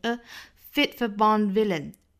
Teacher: 要把它读成一个 a 的松口的 fit，尾部的这个 t 呢再省掉